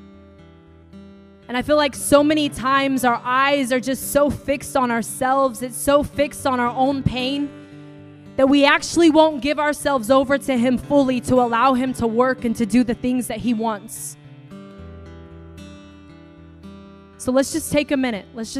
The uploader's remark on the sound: preaching at the Deeper Conference hosted by Home Church in Long Island, NY.